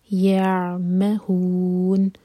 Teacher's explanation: عین ساکن پر تھوڑا ٹائم دیں گے تاکہ عین کا حق ادا ہو اور جھٹکا نہ آئے